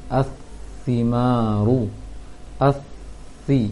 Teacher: agak dihaluskan sedikit tiupan anginnya sehingga tidak terlalu besar desirannya. Astimaru, asti, ya lembut saja bunyi angin yang keluar dari ti, astimaru.